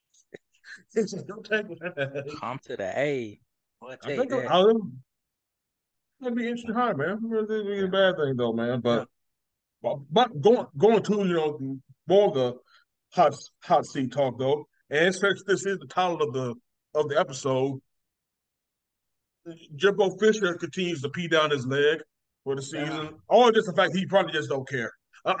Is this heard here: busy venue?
no